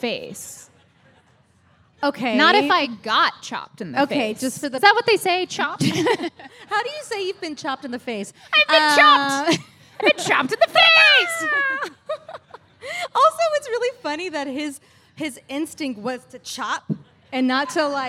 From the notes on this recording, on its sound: Today, we’re LIVE at MythiCon!